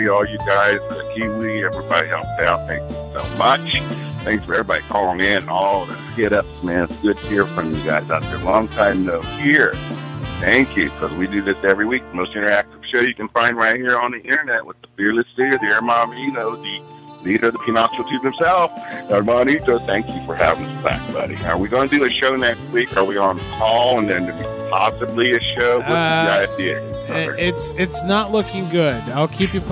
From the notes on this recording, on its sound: Prank call. A hilarious call from corporate in which he gets a customer to walk off with a clerk’s name tag and phone.